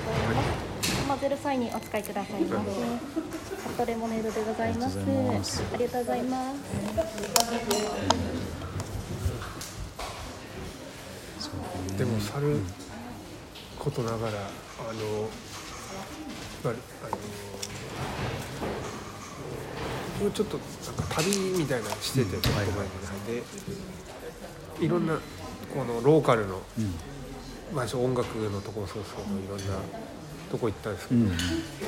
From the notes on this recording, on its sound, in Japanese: 旧長井小学校のカフェにて